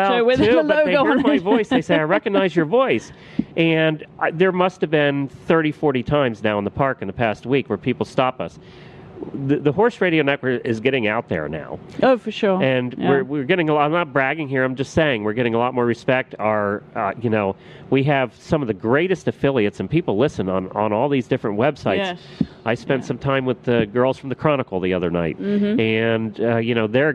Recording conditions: live audience